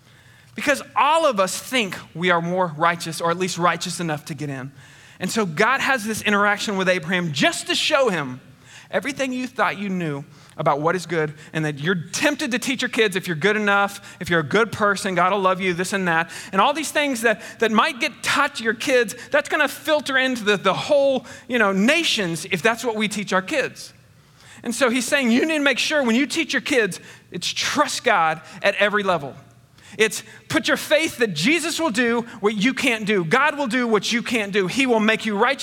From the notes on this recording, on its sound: Recorded on 8/29/21 at Connection Point Church. Recorded on 8/29/21 at Connection Point Church.